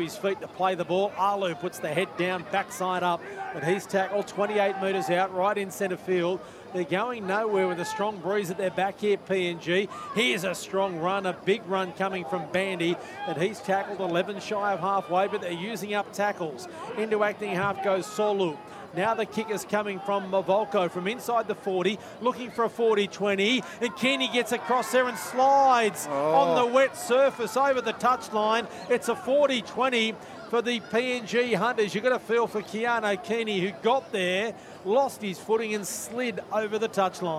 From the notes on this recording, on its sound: Live call from UAA Park, Gold Coast.